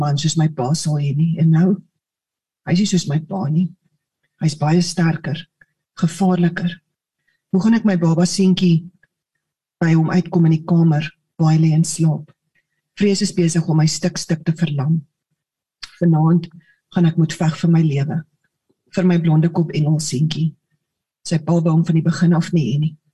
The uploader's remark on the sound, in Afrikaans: Manne van die Woord Zoom Byeenkoms 7 Junie 2022